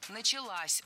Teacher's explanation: Ударяем последний слог. · Term: ударение